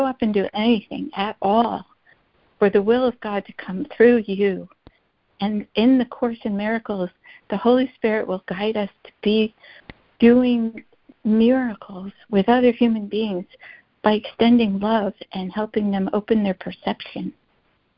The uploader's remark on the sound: ACIM Daily Conference Call.